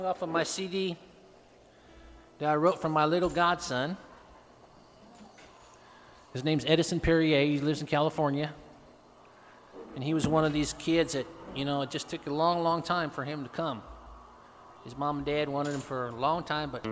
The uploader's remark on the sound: Apex NC. Plays acoustic music live at Pheasant Creek Coffee.